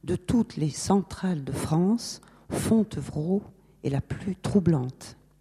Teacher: Quant à l'éclat pâli, très doux, du nom de Fontevraud, il s'illustre dans les assonances un peu grises, cendreuses de la première phrase, dans laquelle on ne trouve aucune voyelle claire, mais des voyelles d'arrière ou des sons nasalisés